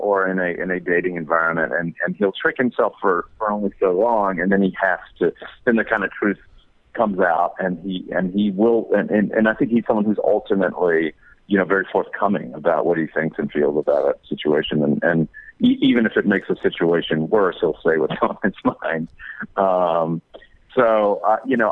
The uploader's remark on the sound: called in to talk